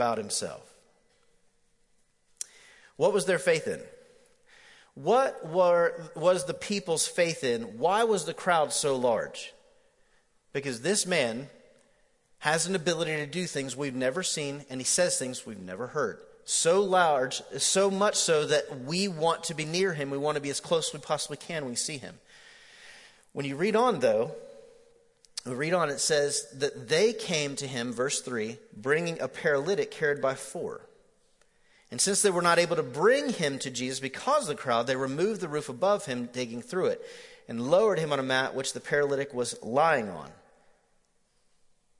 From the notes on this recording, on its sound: MJ campus. Recorded live at The Fellowship at Mt Juliet.